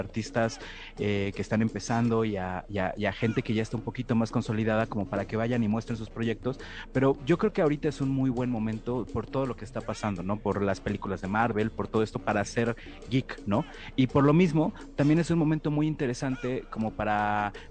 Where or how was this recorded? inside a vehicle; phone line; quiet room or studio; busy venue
busy venue